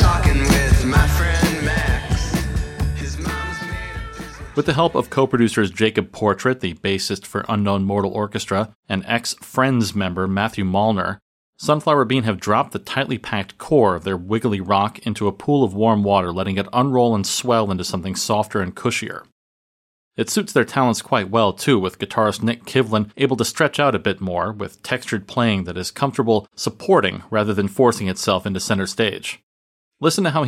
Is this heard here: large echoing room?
no